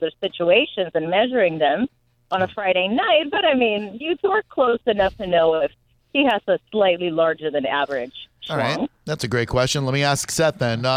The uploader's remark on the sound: We had to call her about it! Live Clip of the Day.